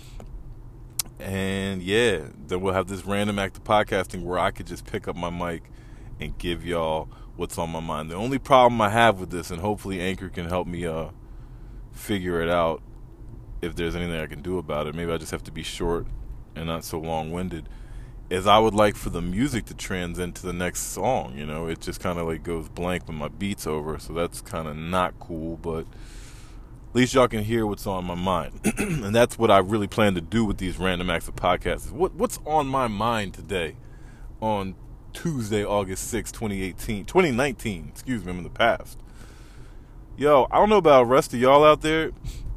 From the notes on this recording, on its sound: Randomly recording in my car in traffic on my way home.